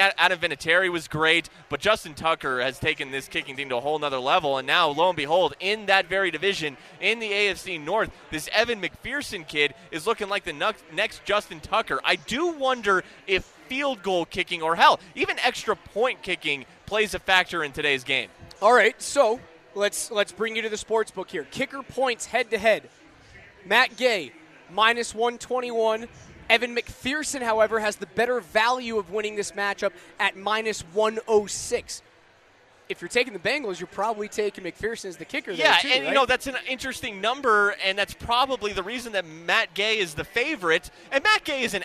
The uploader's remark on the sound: Live from Blake Street Tavern leading up to kickoff of the Big Game.